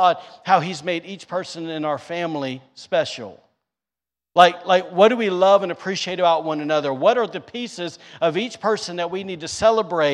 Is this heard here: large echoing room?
yes